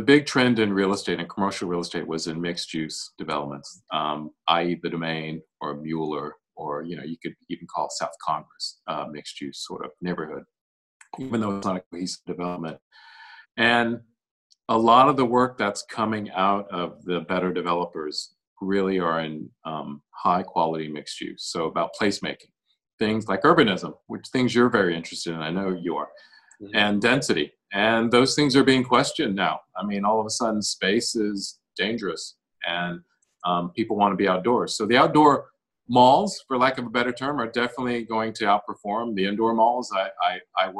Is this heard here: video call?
yes